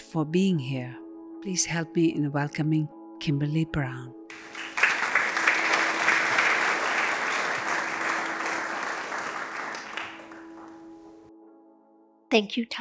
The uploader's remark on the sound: The Rubin Museum of Art presents a weekly meditation session led by a prominent meditation teacher from the New York area. This podcast is recorded in front of a live audience, and includes an opening talk, a 20-minute sitting session, and a closing discussion.